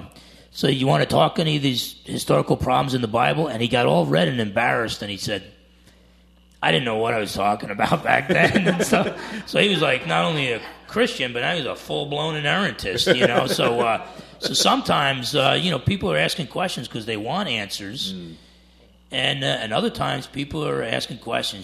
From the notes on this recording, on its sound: For a live audience conversation at Quilcene Bible Church.